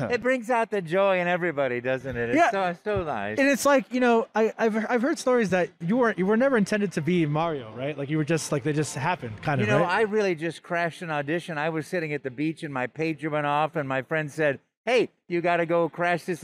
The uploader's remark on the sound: Live from Fan Expo New Orleans! Live” at Fan Expo New Orleans.